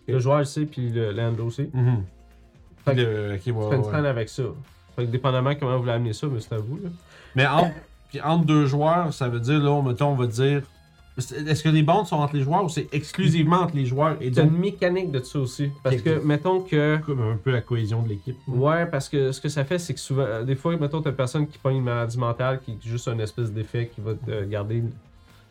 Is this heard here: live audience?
no